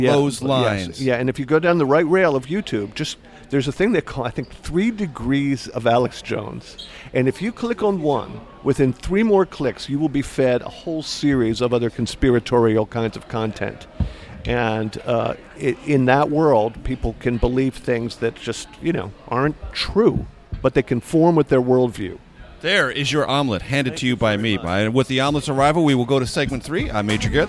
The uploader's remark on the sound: over breakfast at Busboys and Poets in Washington, D.